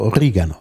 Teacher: Die Standardform wäre Oregano. Ja, auf jeden Fall auf der zweiten Silbe betont